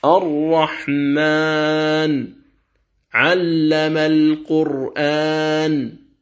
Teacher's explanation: فلاحظوا هنا كلمة الرحمن النون فيها متحركة، النون فيها متحركة، لكنها عند الوقف تصير ساكنة فتقول الرحمن علم القرآن، فكلمة الرحمن النون فيها ليست ساكنة لكنها حال الوقف تكون ساكنة، يعني عارض لها السكون في الوقف، ولهذا سمي المد بالمد العارض. · Term: السكون العارض